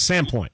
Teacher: when the locals say it, they drop the D a little bit, right? So it's kind of Sandpoint.